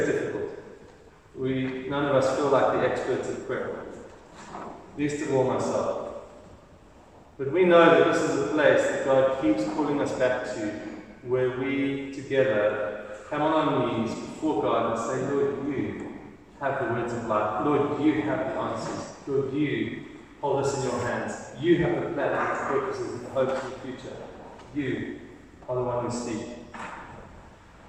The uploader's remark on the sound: Recorded: 8th January 2023 at the 9:30am service. Recorded: 8th January 2023 at the 9:30am service.